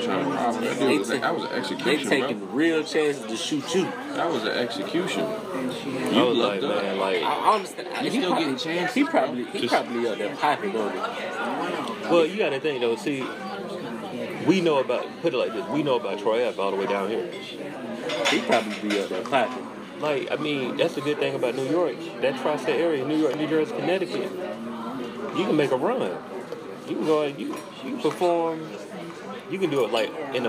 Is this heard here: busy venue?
yes